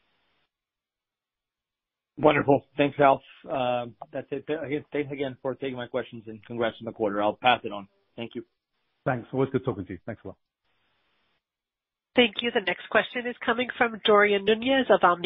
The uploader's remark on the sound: Ideanomics, Inc., Q4 2022 Earnings Call.